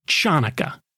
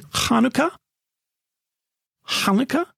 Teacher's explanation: A little more correct would be Hanukkah, Hanukkah, adding a little breathiness in the back of your throat, a little guttural sound · Shown in: second take · Just as long as you don't add that CH from chair at the beginning, which is just flat wrong.